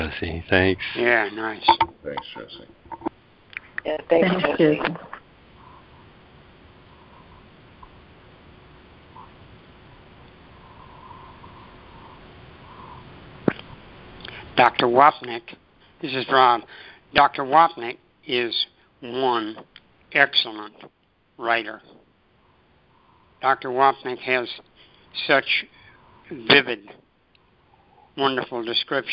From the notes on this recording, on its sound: ACIM Daily Conference Call